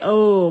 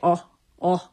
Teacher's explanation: the vowels were shorter and they don't have that little extra piece on the end · Shown in: second take · Term: monophthongal residue